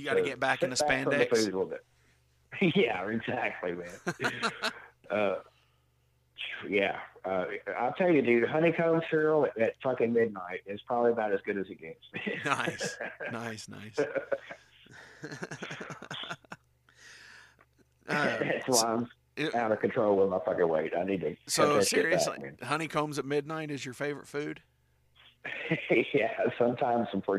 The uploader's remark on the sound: calls